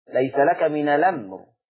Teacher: هشيل الهمزة واخد الفتحة حطها على اللم فتبقى اللم مفتوحة فتبقى الأمر، ليس لك من الأمر. · Term: النقل